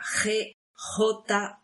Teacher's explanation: hay sonidos muy fuertes que tienen origen en la lengua árabe, como la letra G y la letra J. El sonido sale desde la garganta.